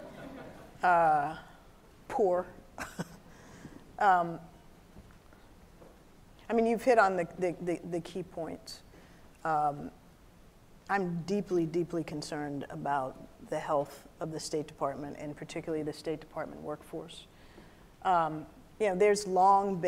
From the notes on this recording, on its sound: a keynote discussion at the Future Strategy Forum conference on April 2, 2019